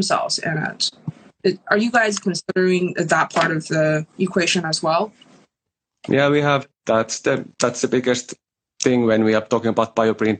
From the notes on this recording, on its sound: on Instagram Live